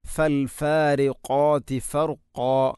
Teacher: ഖാഫ് ഉച്ചരിക്കുമ്പോൾ തൊണ്ടയുടെ ഏറ്റവും മുകൾ ഭാഗം കഴിഞ്ഞ് ചെറുനാക്കിൻ്റെ അടുത്താണ്